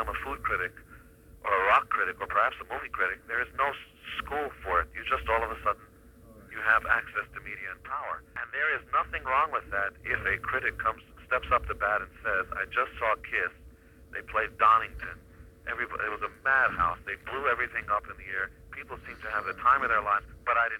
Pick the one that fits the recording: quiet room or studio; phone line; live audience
phone line